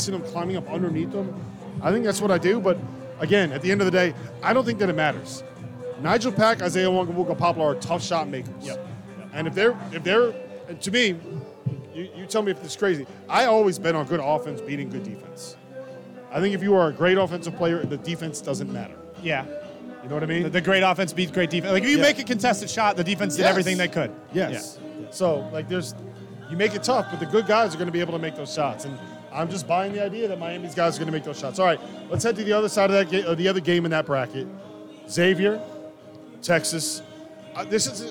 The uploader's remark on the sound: live from Stadium Swim in Las Vegas!